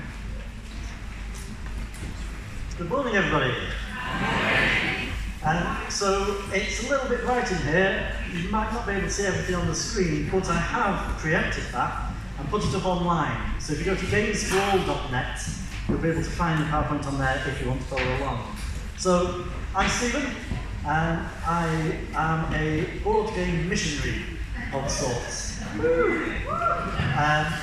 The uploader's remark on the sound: A recording of the talk I gave at New Wine United 19